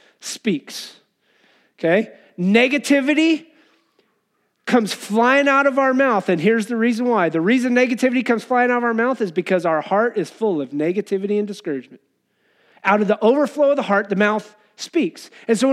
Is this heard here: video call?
no